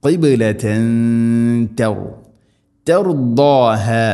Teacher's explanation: തൻവീന് ശേഷം ത, തൻവീനിനെ അവ്യക്തമാക്കി മണിക്കണം. ഖിബ്ലതൻ തർദാഹ, ദാദിൻ്റെ ഉച്ചാരണം ശ്രദ്ധിക്കണം.